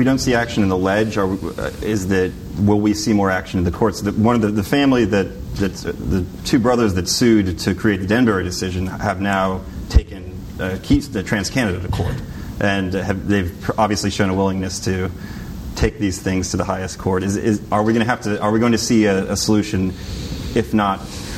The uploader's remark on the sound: panel at The Texas Tribune Festival on Sept.